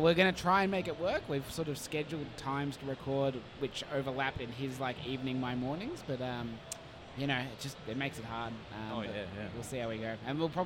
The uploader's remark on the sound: PAX Australia 2022 returned for the first time since 2019 and of course we carried on the annual Audio-Technica booth recording at the convention!